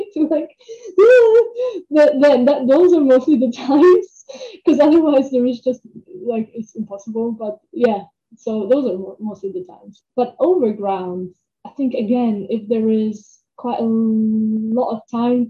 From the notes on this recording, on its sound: We apologise for the sound quality in this episode…recording a podcast during lockdown had its challenges!